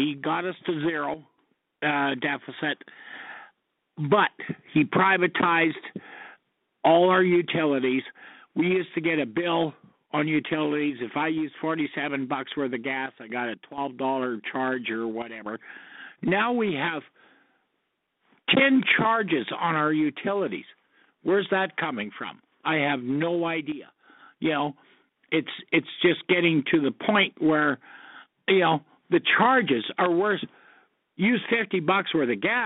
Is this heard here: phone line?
yes